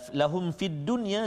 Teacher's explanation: izhar syafawi jadi kita tak boleh dengung kat situ